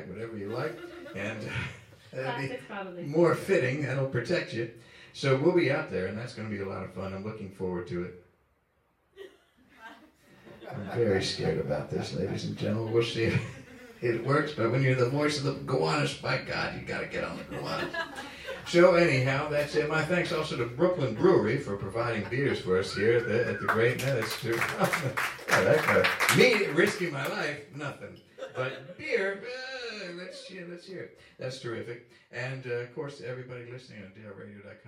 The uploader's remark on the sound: Season Finale live event, recorded at Film Biz Recycling in Brooklyn.